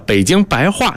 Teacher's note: 就不要儿化音了啊，不读轻声了